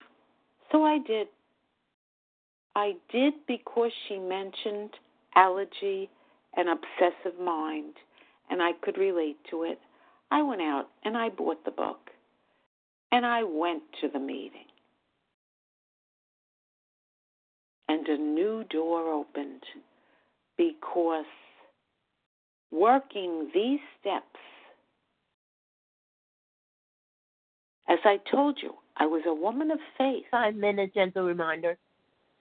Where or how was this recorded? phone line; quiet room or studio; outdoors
phone line